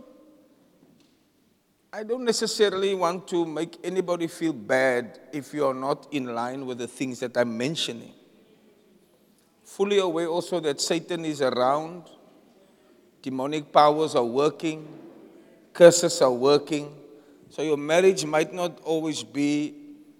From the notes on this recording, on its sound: Preached at the Jesus Cathedral, Cape Town on the 01 October 2023